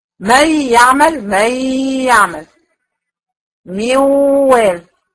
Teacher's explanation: اهي النون اختفت لكن فاضل منها حته اللي هي الغنه، عشان كده بنقول عليه ادغام ناقص